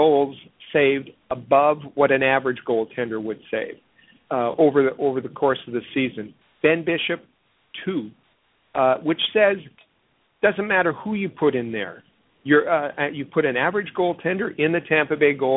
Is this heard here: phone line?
yes